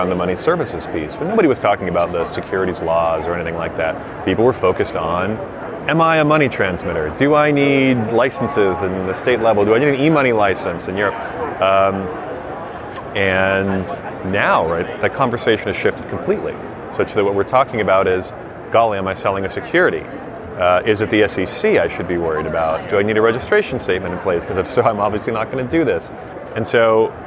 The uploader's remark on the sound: Live from Money20/20 USA